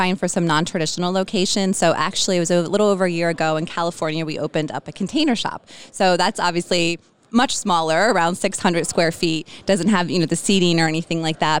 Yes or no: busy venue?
yes